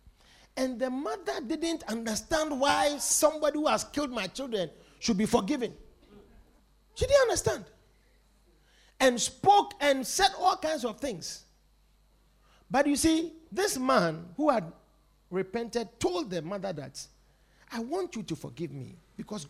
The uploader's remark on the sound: Preached at The Victory Secrets Service.